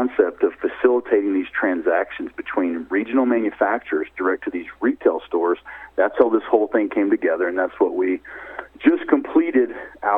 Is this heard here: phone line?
yes